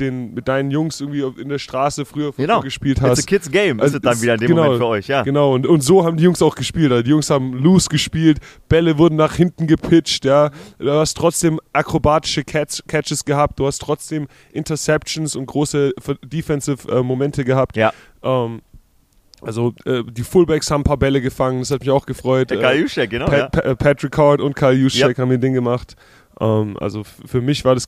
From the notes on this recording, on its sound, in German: Die Super Bowl week ist in vollem Gange. Live vor Ort in Phoenix Arizona.